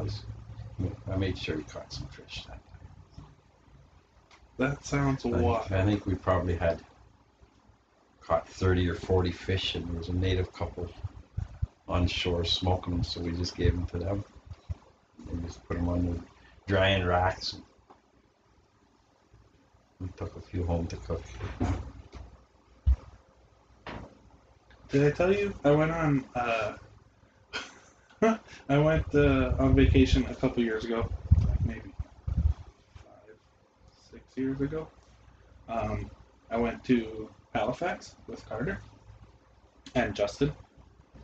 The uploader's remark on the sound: sorry that you can hear my mum doing dishes and watching tv in another room